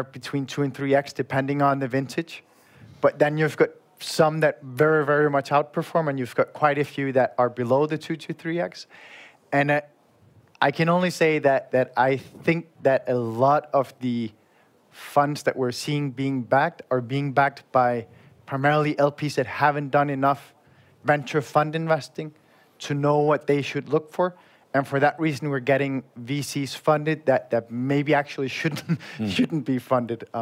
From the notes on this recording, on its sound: This is a special EUVC episode straight from the Engaged Investments conference in Prague, hosted by our friends from Depo Ventures . This is the recording of the panel “Why should business Angels invest in VC?".